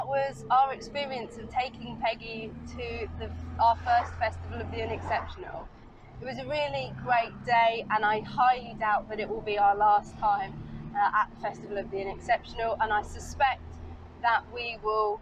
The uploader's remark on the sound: all recorded from my 1968 Morris Minor, Peggy